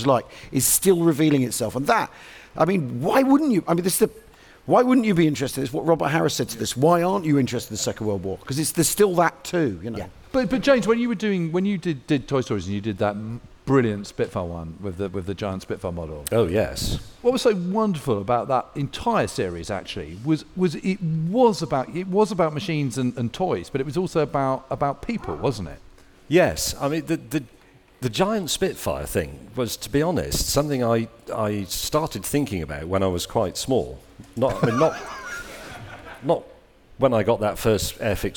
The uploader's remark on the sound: on stage at We Have Ways Fest